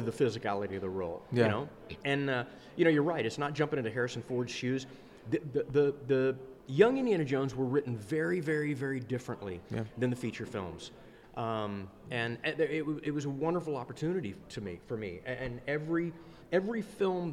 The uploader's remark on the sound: This quick conversation was recorded live at maybe my favorite convention in the world, the great Dallas Comic Show. There’s some background noise, etc.